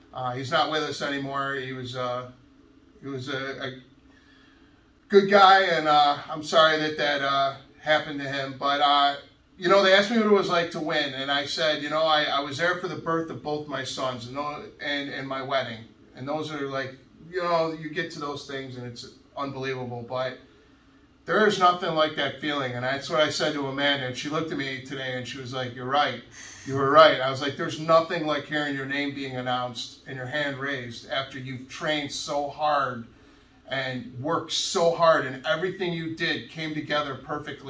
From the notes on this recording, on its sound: We shot outside of the studio and at the gym instead.